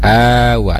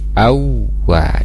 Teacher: Kemudian di al awwalin awwa, jadi bukan awa tapi awwa, ditasdid ke huruf wau · Shown in: second take